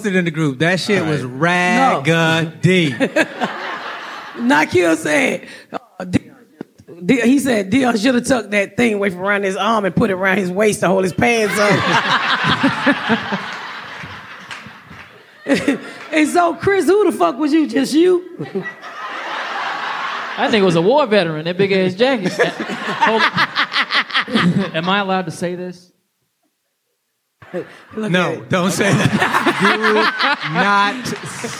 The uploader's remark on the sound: Recap Live. Joining us live on the stage.